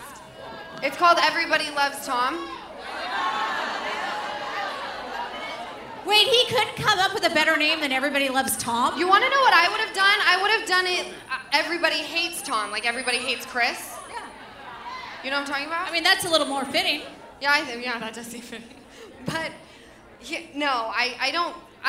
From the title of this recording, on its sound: Live From The Improv